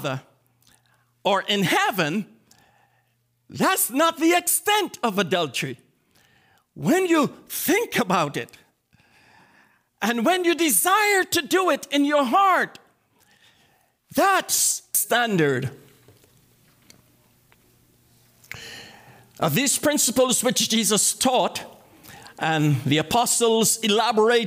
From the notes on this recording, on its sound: This message was delivered and recorded on January 20, 2024 at the Transformation and Equipping Center - 244 Liberty Street Brockton, MA 02301